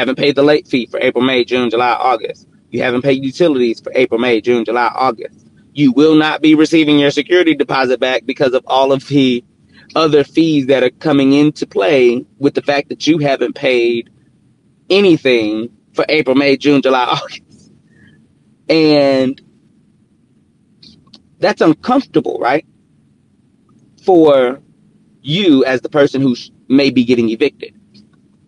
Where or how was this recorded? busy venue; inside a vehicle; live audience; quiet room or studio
inside a vehicle